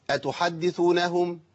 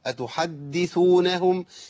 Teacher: أتحدثونهم، لابد من بيان التشديد، أتحدثونهم، يبقى لابد من الوقف على الدال الساكنة أو المشدد بقطع صوت النفس · Shown in: second take